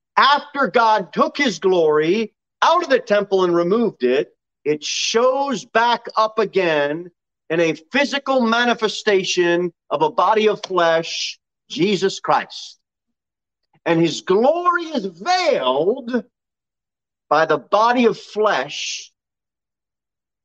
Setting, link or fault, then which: setting, large echoing room